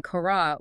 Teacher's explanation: You get words like kara with a low tone, meaning horse, kara with a mid tone, meaning whip, and kara with a high tone, meaning leper. The segments are identical, only the pitch level distinguishes them.